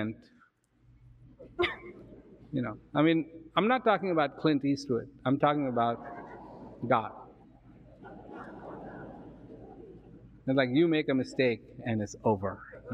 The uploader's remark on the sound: sits down, live, on stage